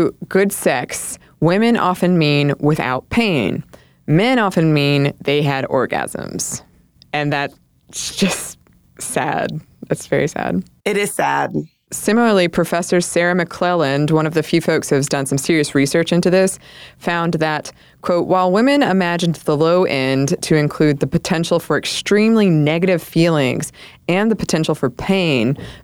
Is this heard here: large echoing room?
no